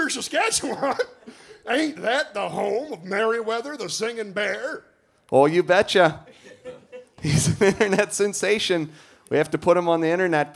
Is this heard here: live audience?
yes